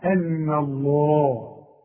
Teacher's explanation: رقق النون وفخم لفظ الجلالة